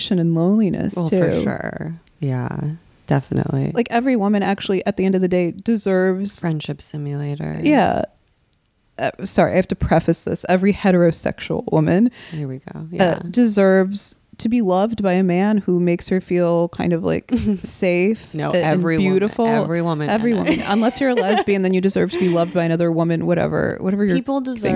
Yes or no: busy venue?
no